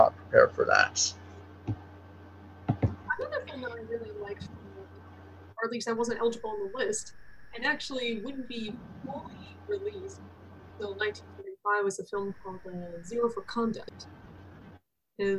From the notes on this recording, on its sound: Apologies in advance for audio issues and background noise: I had my AC on full blast and I didn't realize that having my mic on cut off